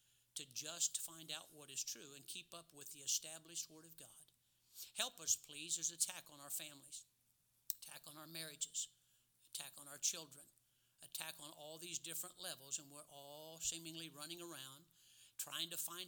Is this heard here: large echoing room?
yes